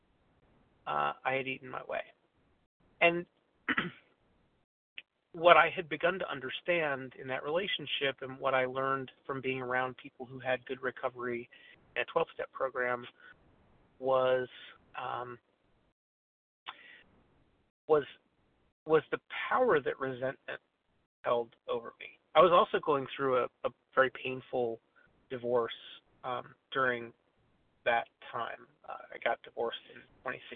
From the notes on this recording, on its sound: 100 Pounders Phone Meeting, 1/28/23